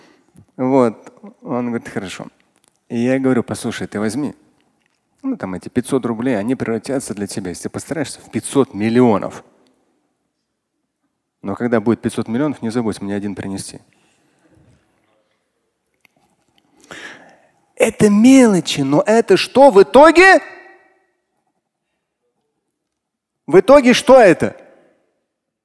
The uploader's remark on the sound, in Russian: Фрагмент пятничной лекции